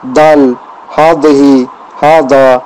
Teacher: Il y en a, c'est un mélange de d et z. Et la pointe de la langue, en fait, ça vient toucher le dent supérieur, si vous voulez, un peu.